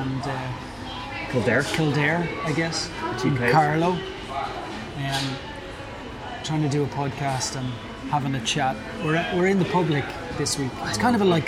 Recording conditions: background noise